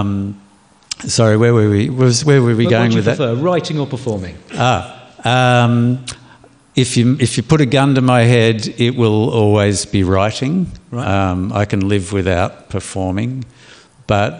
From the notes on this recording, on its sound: Live from the Castlemaine Festival. Recorded live at the Castlemaine State Festival. In front of a live audience.